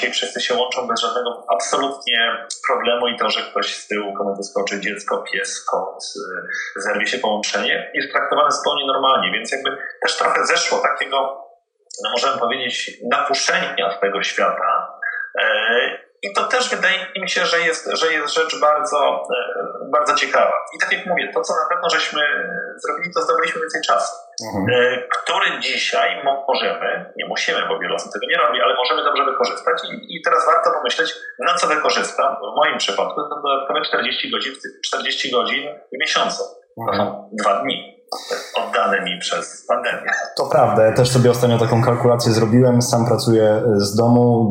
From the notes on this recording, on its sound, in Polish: Przepraszamy za ścieżkę dźwiękową, prosimy o wyrozumiałość ze względu na aktualną sytuację pandemiczną.